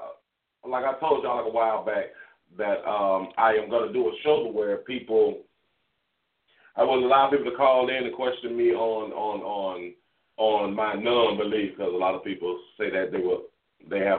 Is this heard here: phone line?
yes